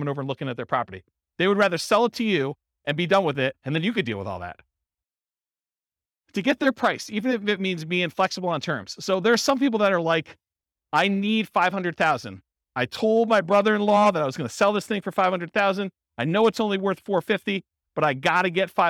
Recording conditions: live audience